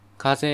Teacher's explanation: 風、低い高いですが、関西弁だと高い高いのパターンになるので、風っていう風になります